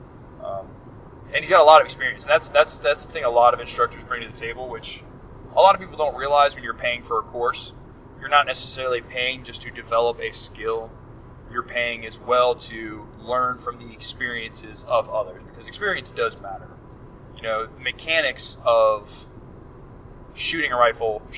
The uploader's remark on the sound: In this episode, we are driving back from the 2022 Deliver Fund Range Day. Whatever else comes to mind during the drive.